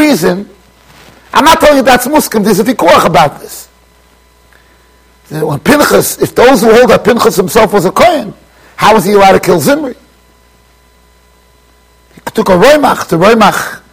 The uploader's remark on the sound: Shiur recorded in Yeshivas Ohr Reuven, Monsey NY.